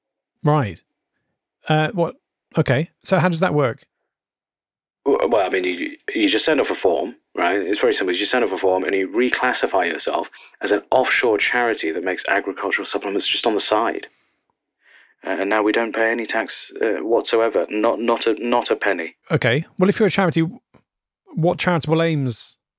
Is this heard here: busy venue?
no